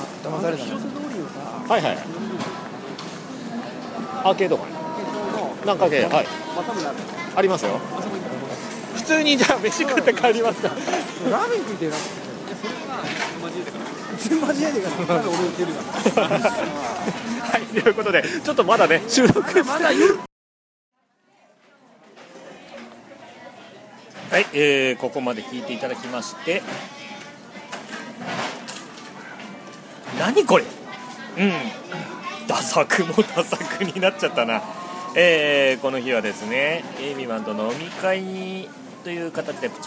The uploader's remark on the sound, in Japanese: 本日の放送は、敵情視察も兼ねて仙台の繁華街にて収録です。